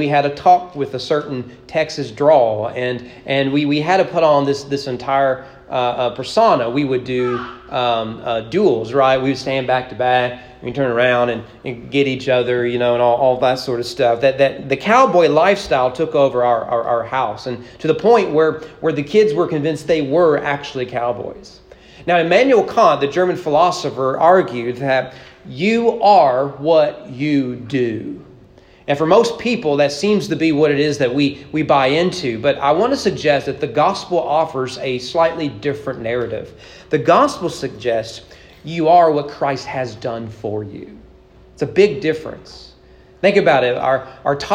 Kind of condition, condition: setting, large echoing room